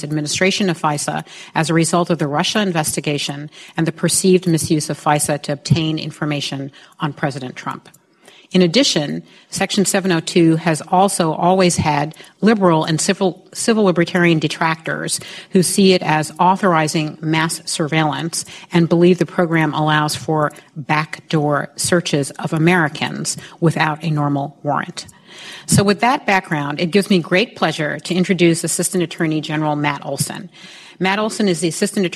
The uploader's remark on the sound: This audio from the Brookings event includes an introduction. Questions from the live audience.